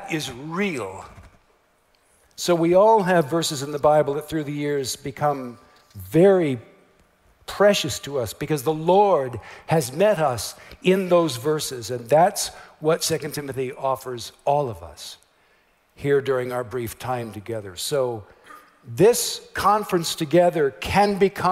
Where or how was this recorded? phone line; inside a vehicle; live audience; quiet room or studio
live audience